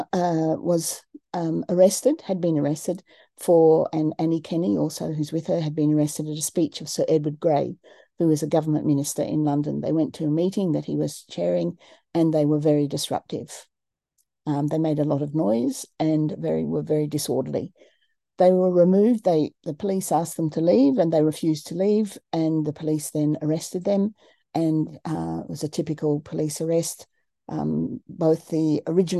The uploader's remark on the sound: A live webinar on Sunday 27th August 2023 10am UK time.